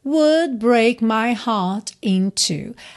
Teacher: Aqui poderia ser heart in two juntando com rarara, mas ele dá uma pequena pausa aí nessa consoante oclusiva, no T de heart